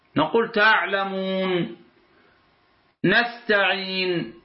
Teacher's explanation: إذا وقفنا نمد الواو المدية في تعلمون، في تعلمون، أو نستعين، الياء في نستعين · Term: المد العارض بالسكون